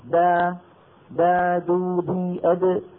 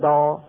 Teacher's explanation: اللي نطقته انا الان ما هو ضاد، اللي نطقته الان انا هو دال مفخمة، دال مفخمة، والعرب لا تفخم الدال ابدا، العرب دالهم مرققة · Shown in: first take · دا دا دو دي اد، لا يقولون دا.